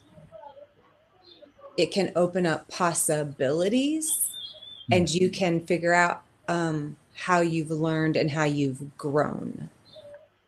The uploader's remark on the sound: Recording of the live webinar. During lockdown in the UK and across the world.